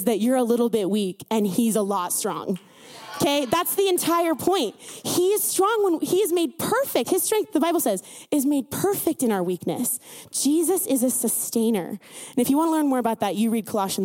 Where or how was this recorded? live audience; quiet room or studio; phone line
live audience